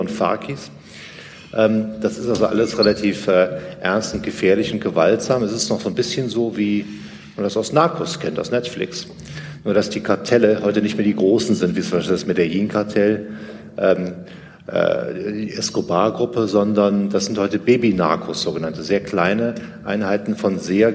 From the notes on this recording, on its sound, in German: Live aus Düsseldorf. Ein Mitschnitt des "Unter-Freunden-Abend" in Düsseldorf.